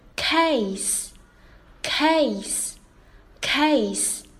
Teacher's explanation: 那字母 C 发的是清辅音的 k